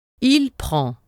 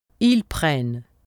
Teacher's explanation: The singular form ends with a vowel sound. The plural has a final consonant sound.